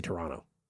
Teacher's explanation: You don't pronounce that second T.